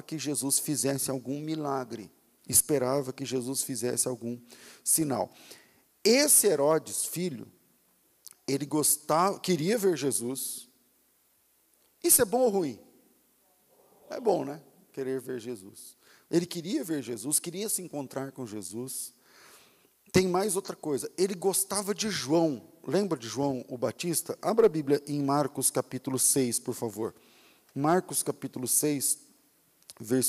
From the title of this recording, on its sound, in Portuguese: Culto ao vivo